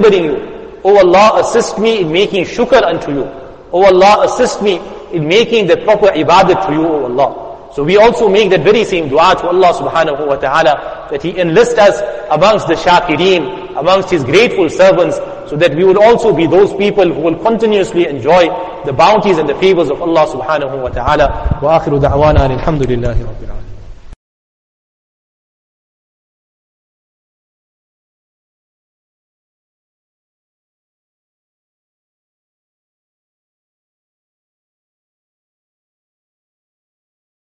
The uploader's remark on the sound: Jumuah Lecture at Masjid us Saliheen 06 Jan 2023.